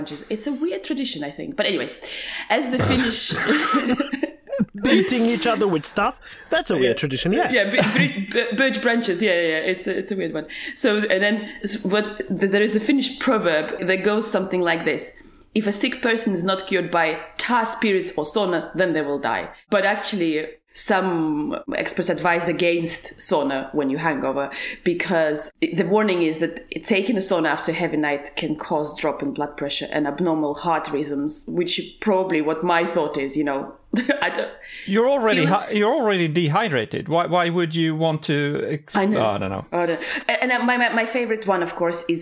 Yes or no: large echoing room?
no